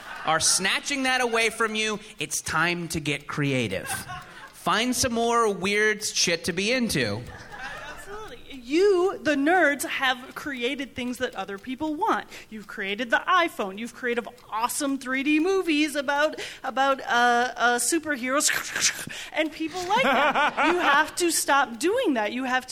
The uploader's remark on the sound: Recorded live from the inaugural MaxFunConEast.